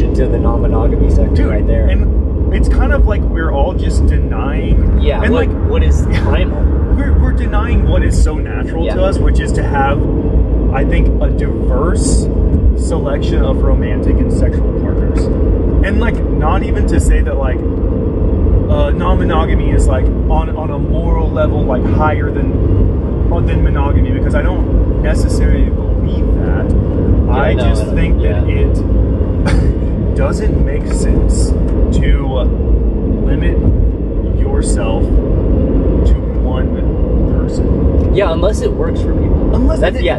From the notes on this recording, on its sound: This episode is unedited, unrehearsed, and unfiltered. Apologies for the road noise.